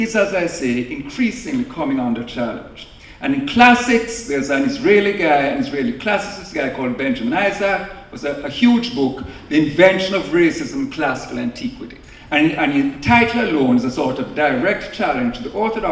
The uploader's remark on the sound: In this lecture from The Night of Philosophy in 2019 on October 06 at 01:00 am at the New School for Social Research in New York City